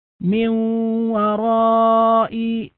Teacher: فهنا في قوله من وراء نلاحظ هنا غنة، وهذه الغنة من الدرجة الثانية وهي درجة المدغم بالغنة الناقص